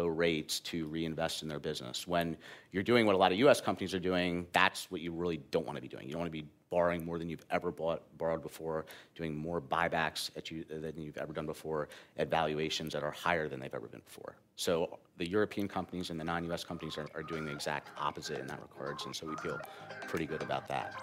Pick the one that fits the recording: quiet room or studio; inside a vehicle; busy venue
busy venue